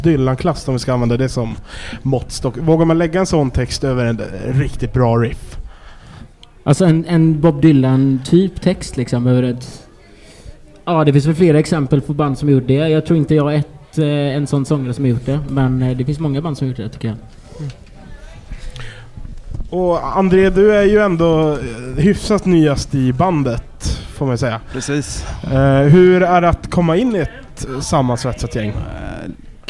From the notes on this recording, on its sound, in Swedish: från spelningen på K103 Off The Record på Oceanen den 1:a september 2022